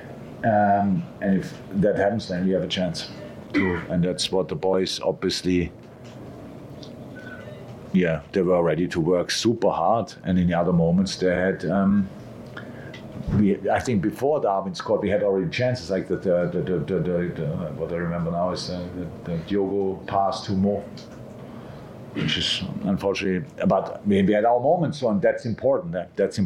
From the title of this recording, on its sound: LFC Post-Match Press Conference